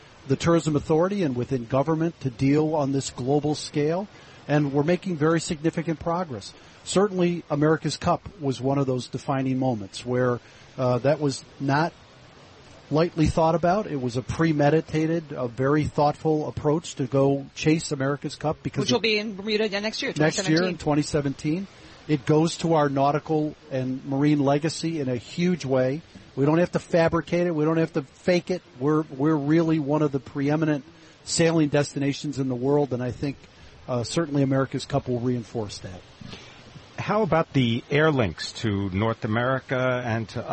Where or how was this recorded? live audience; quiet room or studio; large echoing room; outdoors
outdoors